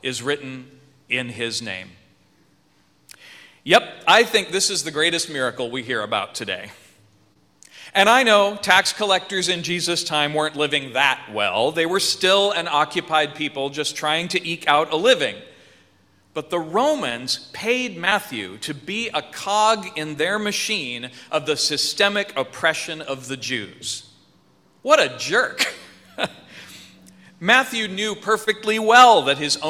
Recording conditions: large echoing room